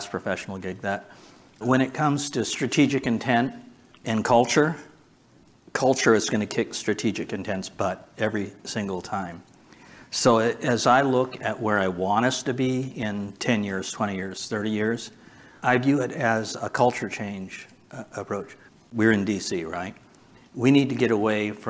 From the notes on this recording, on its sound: Recorded Live consuming Hot Ones level hot sauces at The GridWise Alliance's annual gridCONNEXT conference!